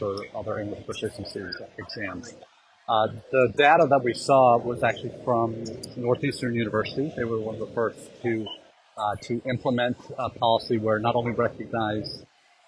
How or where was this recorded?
busy venue